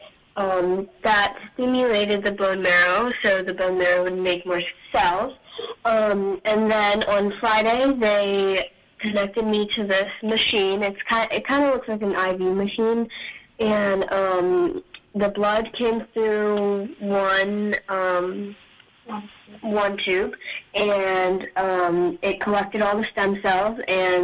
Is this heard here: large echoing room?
no